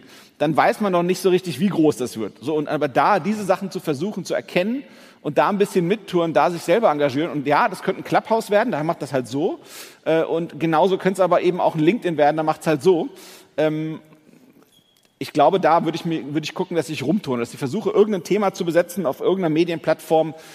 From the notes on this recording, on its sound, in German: Beim Onsite-Comeback der OMKB im April 2022 in Berlin